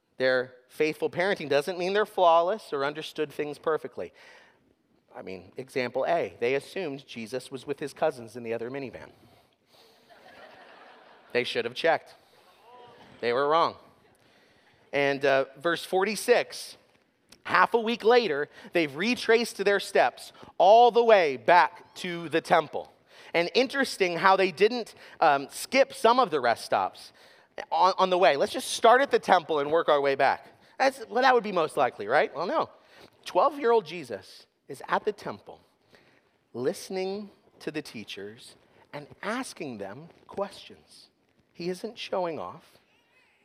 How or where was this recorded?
large echoing room